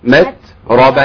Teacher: لابد من الهمس، يعني النفس يطلع والا التاء تبقى ضاعت مننا. وبعض الناس تبالغ في نطق الهمس، وبعض الناس تبدل الهمس بسين والاتيان بها على هيئة المتقيد فتقول متربة كده يعني.